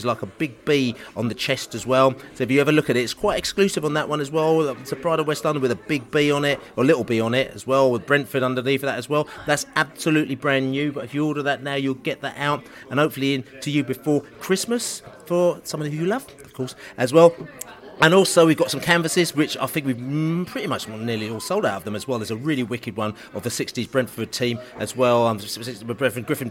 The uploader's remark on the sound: Hull City pre-match podcast from the pub